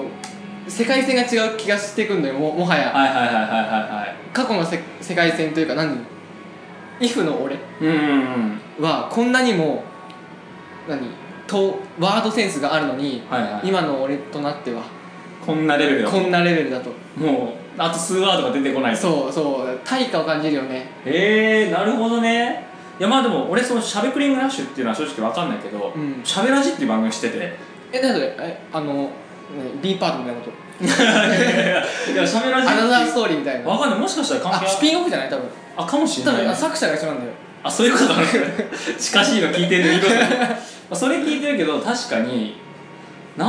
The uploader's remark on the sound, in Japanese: カラオケで録音したので若干後ろがうるさいかもしれませんがあしからず。